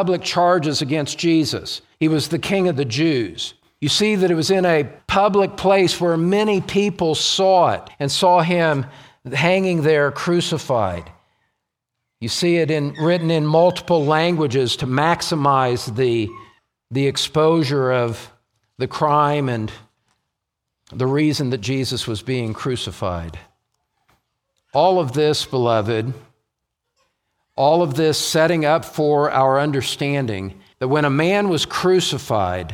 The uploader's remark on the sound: message was preached during the Pillar of Truth Conference held at Grace Church, located in Greeley, CO.